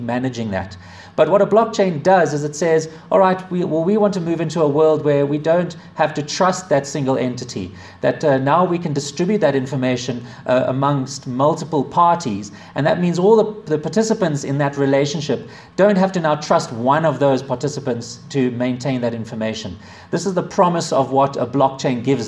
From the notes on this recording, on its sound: A talk delivered to the Association of Corporate Treasurers of South Africa in Johannesburg, South Africa, February 2017